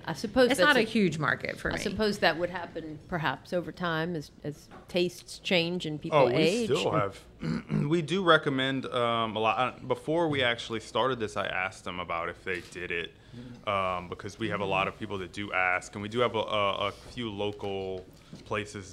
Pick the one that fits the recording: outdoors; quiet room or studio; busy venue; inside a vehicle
busy venue